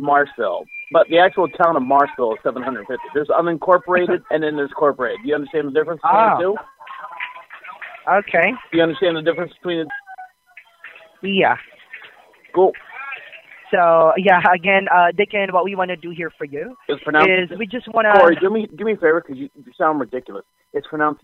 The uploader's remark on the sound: Every call is 100% real. All comments, names, and information given to the callers are made up in real time as the call is recorded.